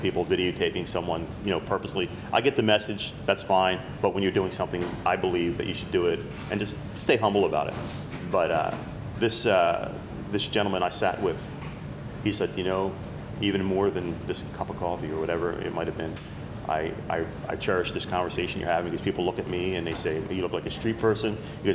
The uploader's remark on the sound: We walk the streets of London, England, searching for, then finding, people, conversations, and sounds.